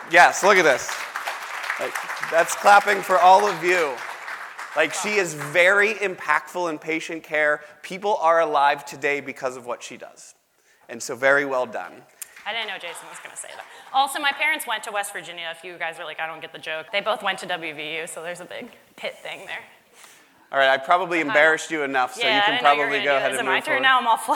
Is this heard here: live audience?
yes